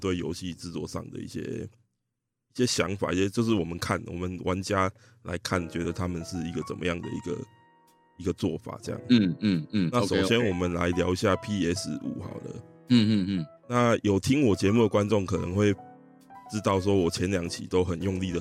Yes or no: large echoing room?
no